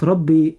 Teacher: الراء مفخمة عند النطق لأنها مفتوحة